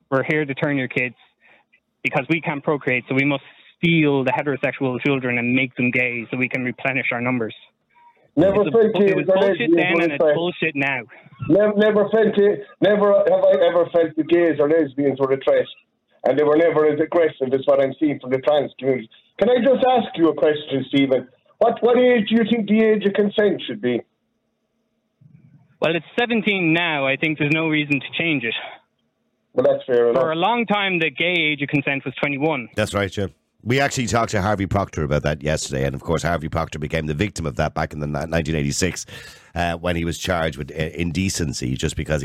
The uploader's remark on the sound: opens the phone lines to callers